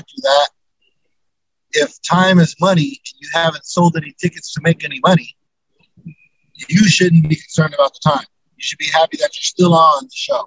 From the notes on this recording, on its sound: while he's driving to California